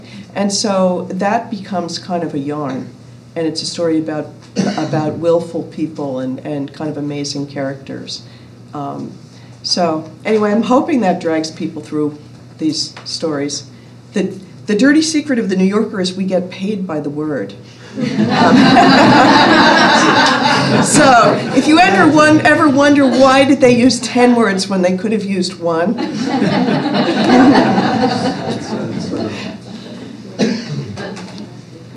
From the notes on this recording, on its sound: In front of a live audience of students and community members at the University of Vermont.